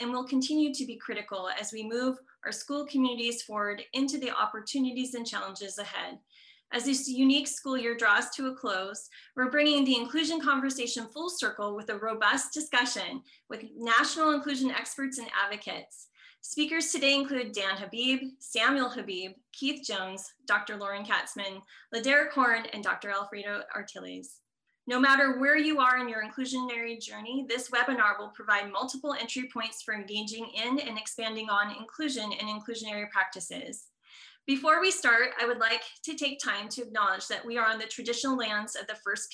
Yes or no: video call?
yes